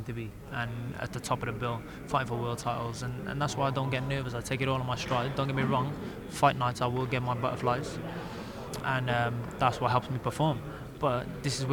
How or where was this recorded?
busy venue